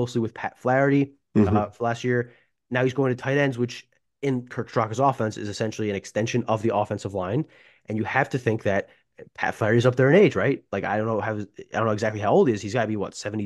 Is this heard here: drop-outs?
no